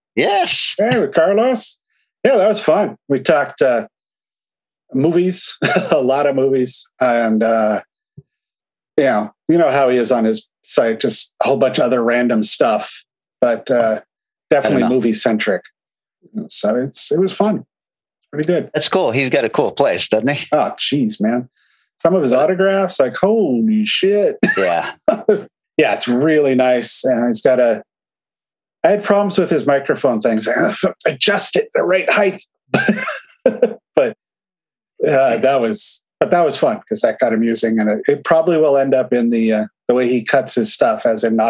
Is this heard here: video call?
yes